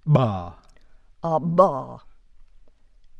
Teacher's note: The voiced implosives are made with a pharyngeal or glottalic ingressive airstream mechanism. The bilabial implosive stop is ba.